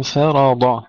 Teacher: ترقيق الفاء ثم تفخيم الراء والضاد